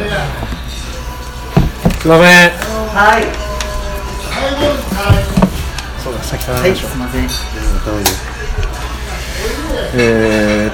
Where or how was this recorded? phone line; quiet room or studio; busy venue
busy venue